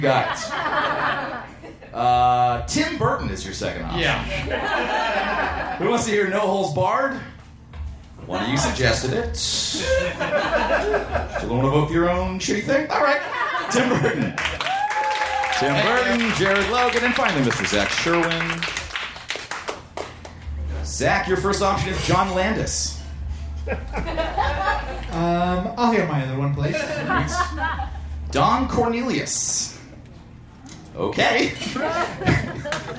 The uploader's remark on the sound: Recorded live at The Virgil in Los Angeles, September 20, 2015.